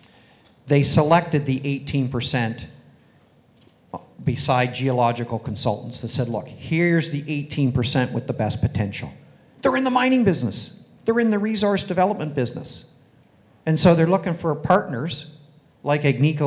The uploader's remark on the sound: The in-depth interview was recorded live on-stage at The Northern Miner's Progressive Mine Forum held at the MaRS Discovery District in downtown Toronto in October 2018.